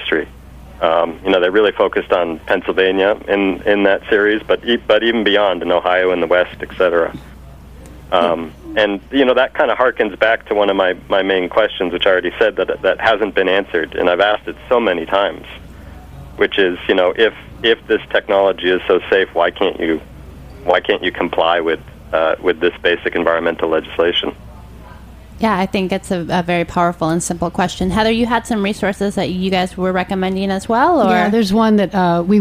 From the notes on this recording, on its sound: Joining via the phone lines. Calling.